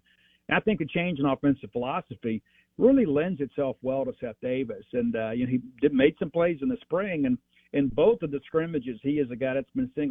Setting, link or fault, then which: link, phone line